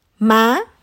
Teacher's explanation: High rising tone. Thanh sắc.